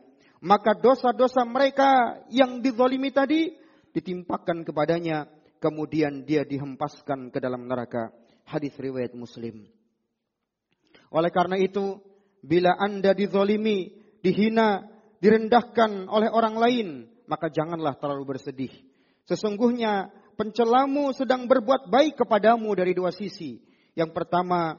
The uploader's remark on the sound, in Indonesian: Rekaman Audio Khutbah Jum'at. Di masjid Mu'adz bin Jabal.